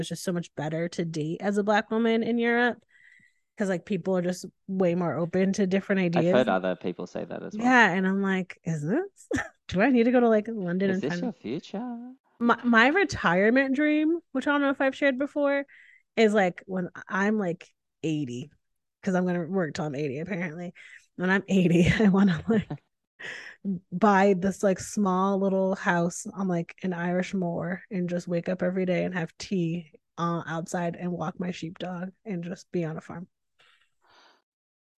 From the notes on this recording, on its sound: This podcast was recorded via Zoom.